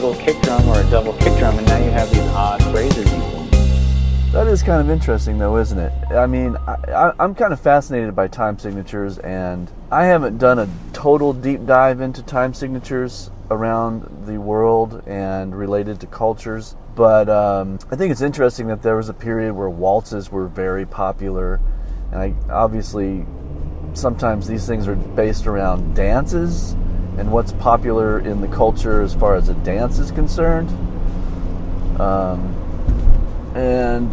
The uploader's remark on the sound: Driving to my gig and talking about stuff.